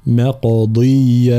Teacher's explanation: ترقيق الميم وتفخيم القاف مع القلقلة، مقضية هكذا مع بيان كسر الضاد.